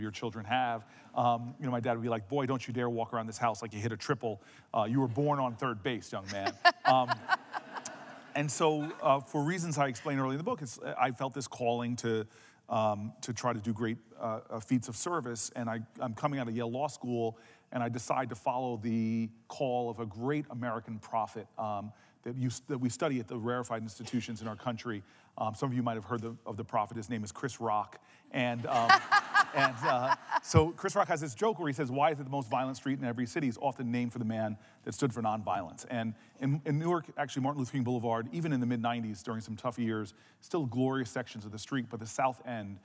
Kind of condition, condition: setting, live audience